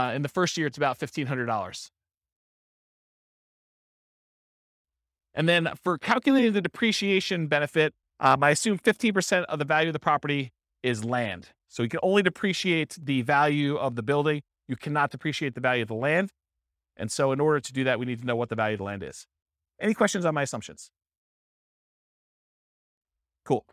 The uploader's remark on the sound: This was a live class recorded